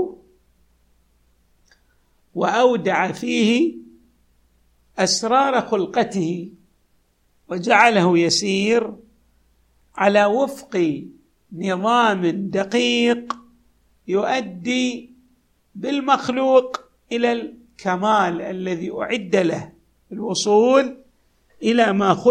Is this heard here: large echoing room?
yes